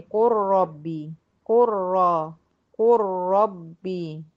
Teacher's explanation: دخلت من القاف المضمومة على الر المشددة · Term: ادغام متقاربين صغير واجب